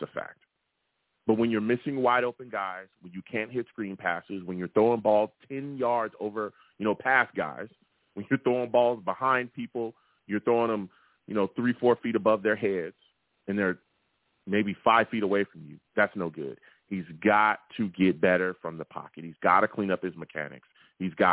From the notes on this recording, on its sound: Tonight, live at 7pm eastern. I take live callers!